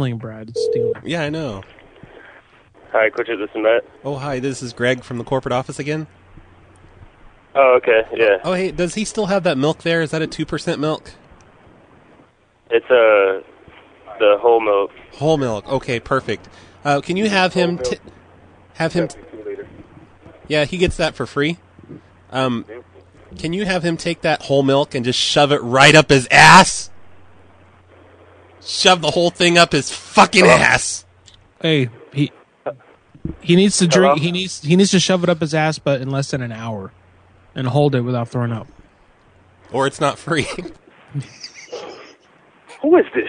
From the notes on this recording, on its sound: Personal Prank Phone Calls Collection.